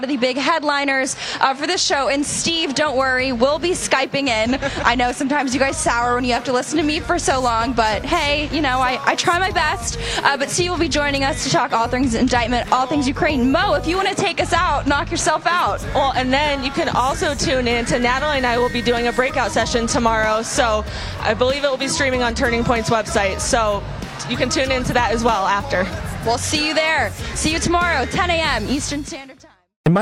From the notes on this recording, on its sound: Live From Turning Point Young Women's Leadership Summit